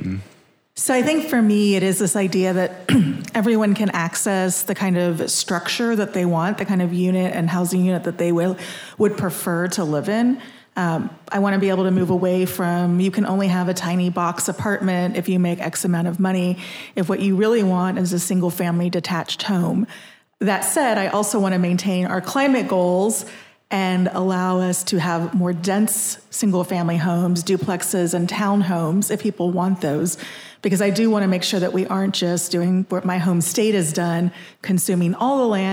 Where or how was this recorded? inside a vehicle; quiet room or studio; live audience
live audience